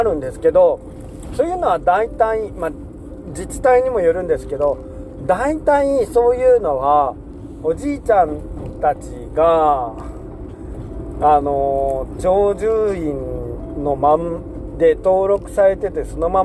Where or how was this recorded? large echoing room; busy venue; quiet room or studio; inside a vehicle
inside a vehicle